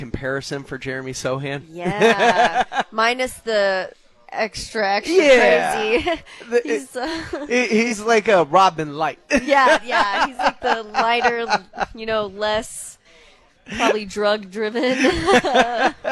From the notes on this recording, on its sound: live from the House of Cards